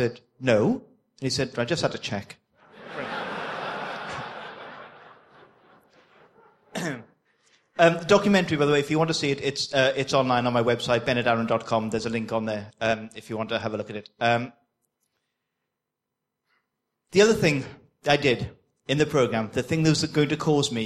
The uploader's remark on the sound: excerpt from the opening keynote from the AusCERT conference